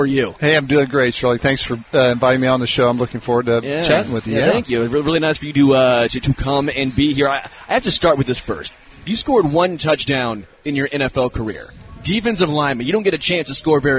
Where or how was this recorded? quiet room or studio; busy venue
busy venue